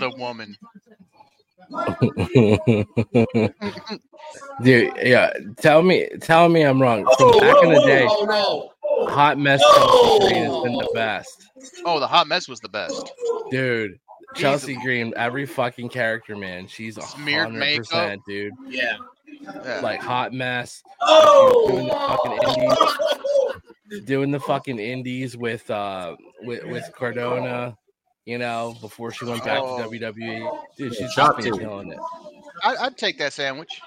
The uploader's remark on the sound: Enjoy the audio playback from our LIVE show at Copeland’s Bar and Grill !!